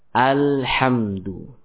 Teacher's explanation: di sini hamzah wasal dibaca tipis, ya, karena sebagian orang ada yang membaca dengan tebal